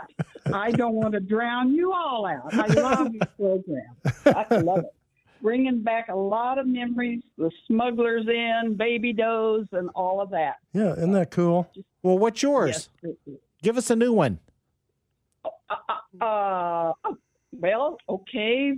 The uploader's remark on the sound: go 100% with the phone and text line